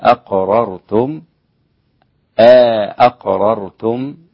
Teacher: أدخلوا ألفا بين الهمزتين